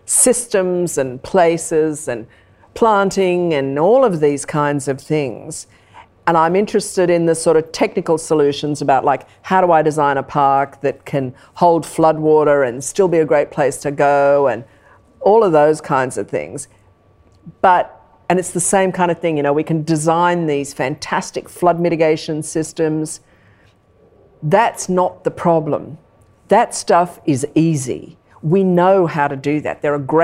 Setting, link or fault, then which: setting, live audience